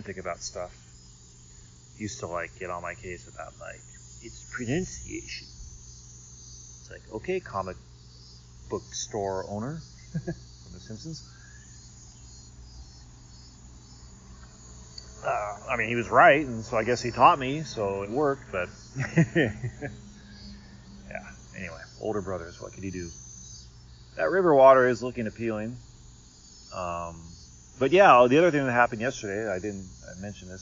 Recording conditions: sounds in the background